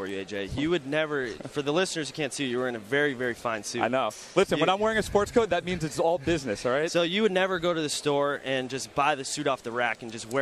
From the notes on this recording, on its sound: Live on Sirius XM PGA TOUR Radio. Live Fitting Room from the Callaway Booth at the PGA Show in Orlando, Fl.